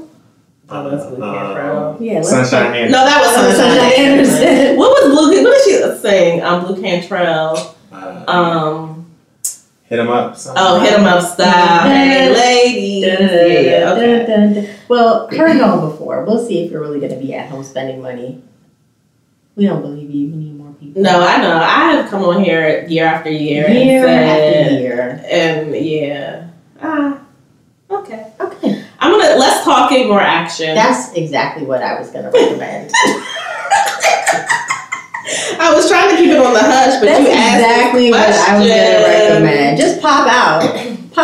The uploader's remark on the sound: We lost audio this week and had to use a work around, so there’s an echo and the overall sound quality is diminished.